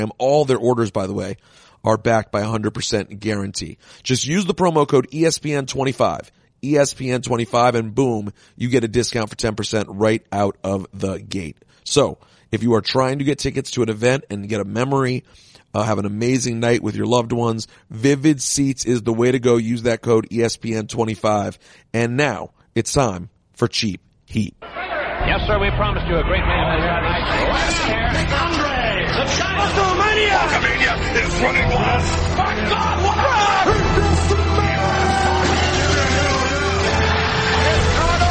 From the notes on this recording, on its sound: Cheap Heat In Vegas! Live from Radio Row for Wilder-Fury 2.